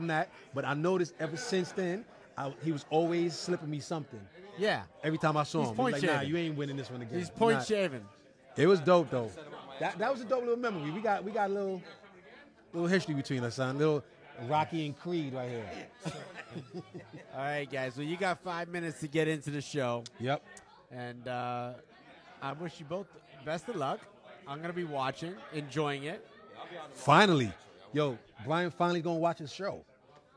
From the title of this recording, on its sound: at The World Series of Comedy!